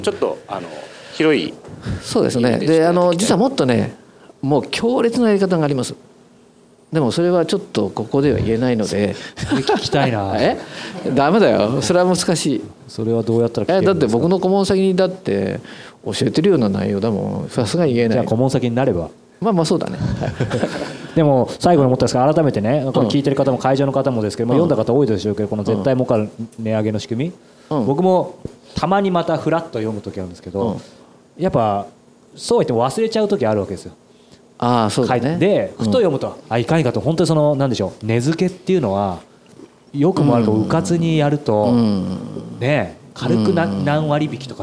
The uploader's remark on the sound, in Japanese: 大阪公開収録。